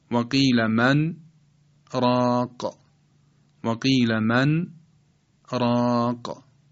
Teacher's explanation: سکوتی مختصر بین نون من و ری راق · Term: سکت